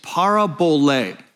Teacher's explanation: Parabole with the accent on the last syllable.